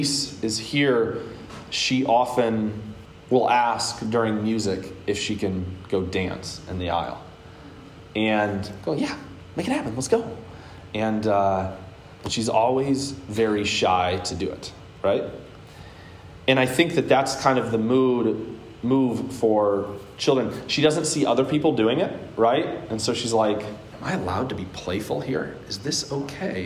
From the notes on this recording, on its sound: Today's word of encouragement comes from a sermon I preached at Hope Evangelical Free Church on October 3rd, 2021.